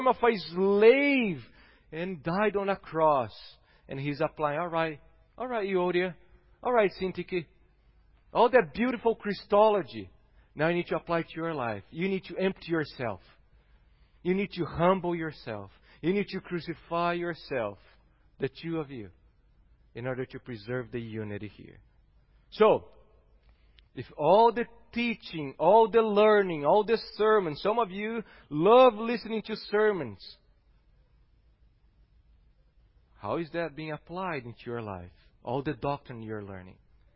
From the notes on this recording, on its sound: Sermon preached. At Gracious Cross Reformed Church Salem.